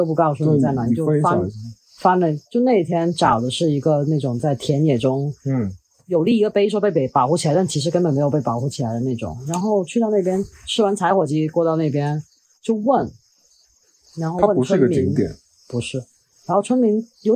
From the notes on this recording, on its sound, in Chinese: 本期为室外录音。